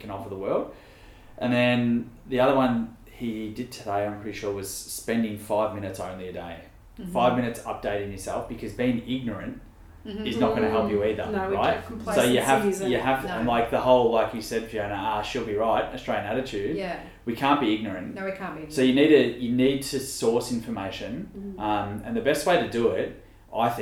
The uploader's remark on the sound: Please note due to social distancing measures we were sitting quite apart from each other so you may need to bump up your audio a little to hear us!